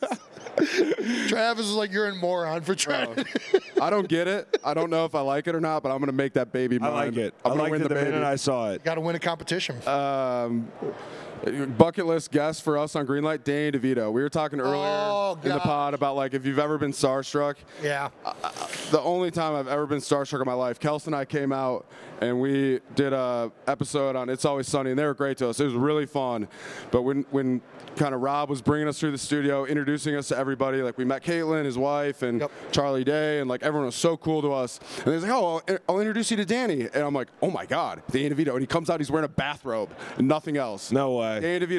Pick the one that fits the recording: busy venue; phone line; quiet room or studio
busy venue